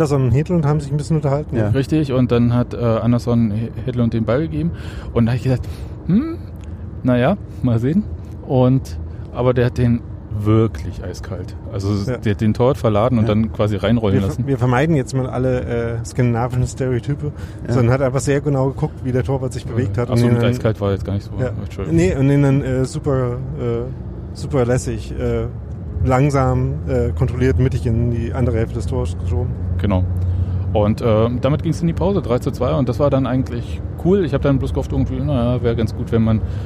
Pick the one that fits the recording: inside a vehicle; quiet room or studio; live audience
inside a vehicle